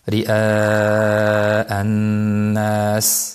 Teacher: Shuning uchun badal mad amaldan qoladi, mad muttasilga amal qilinadi va 4 yoki 5 harakat cho'ziladi